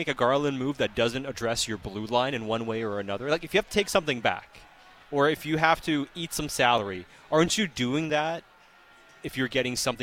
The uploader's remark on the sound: live from Parq Casino